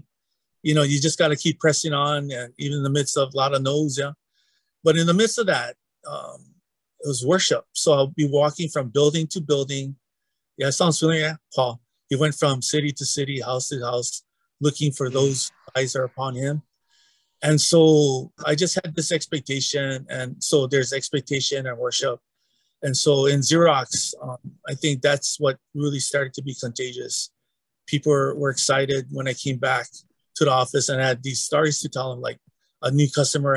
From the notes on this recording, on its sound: It is a little different as we recorded it in a members only webinar for the Equippers Lab. You'll hear pastors asking questions which probably makes this richer than if it were a straight interview.